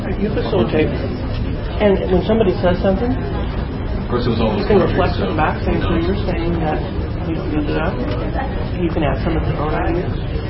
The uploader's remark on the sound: This podcast is a recording of the presentation. At the Mid-America Association for Computers in Education (MACE) conference in Manhattan, Kansas.